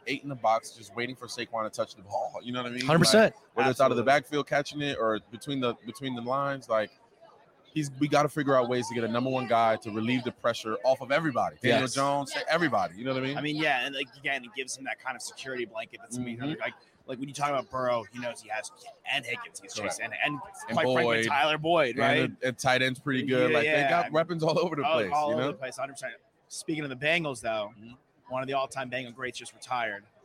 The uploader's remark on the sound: Live from Radio Row